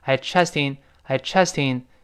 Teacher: 往往这个 trust in 这个 t 会轻轻浊化成的，特别轻